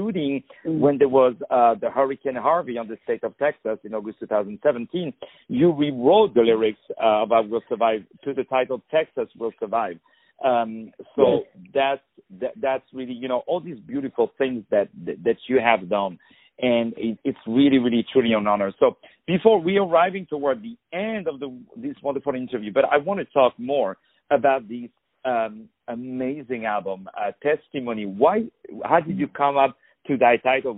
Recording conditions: phone line